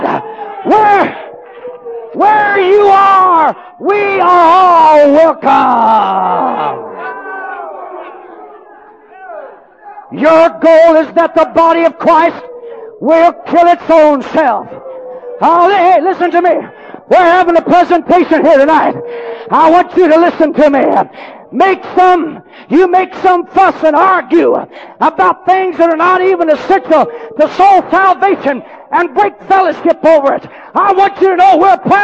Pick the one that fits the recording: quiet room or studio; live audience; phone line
live audience